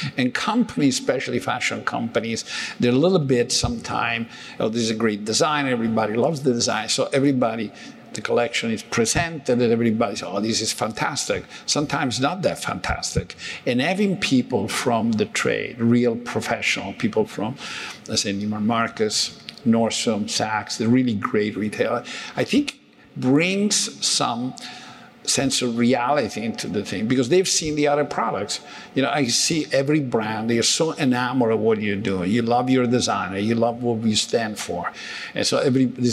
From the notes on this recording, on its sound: Our conversation took place at an annual convention for the National Retail Federation, and we had a limited time to speak on stage